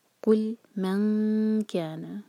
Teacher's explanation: نون پر جب اخفا کریں تو کیف کے لیے زبان تیار رکھیں